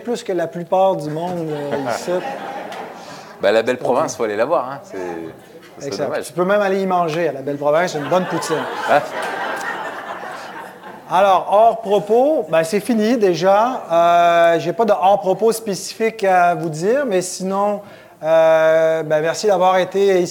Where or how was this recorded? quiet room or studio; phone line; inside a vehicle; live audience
live audience